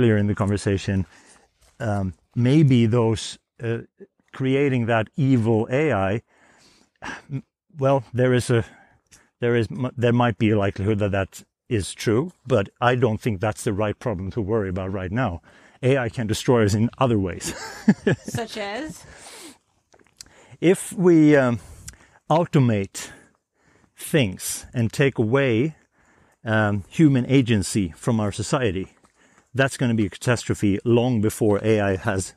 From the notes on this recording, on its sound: Grab your headphones, and head to the snowy hills to walk with us!